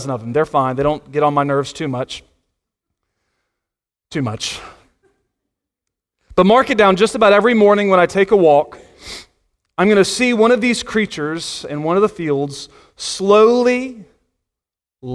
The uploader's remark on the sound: Sunday Morning Sermon Audio